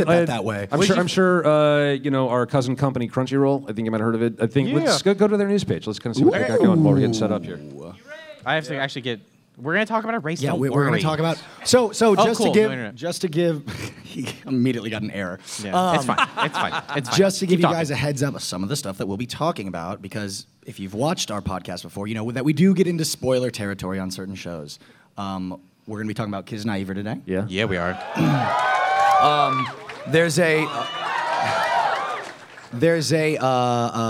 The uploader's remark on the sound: RTX Austin 2016. Live Panel at RTX 2016.